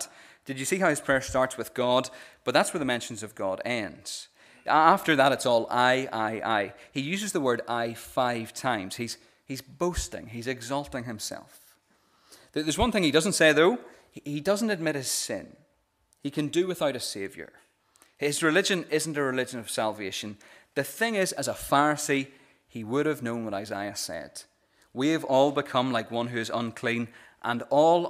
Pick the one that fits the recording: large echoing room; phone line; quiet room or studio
large echoing room